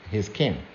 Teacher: So you unite the two words, you merge them. So the two S's, they get together